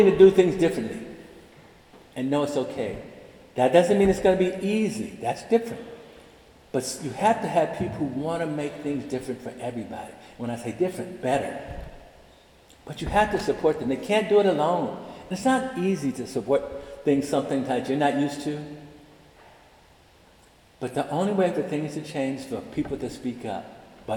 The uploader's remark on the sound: Delivered the Cum Laude Convocation address March 24, 2023, in the Irvine Memorial Chapel.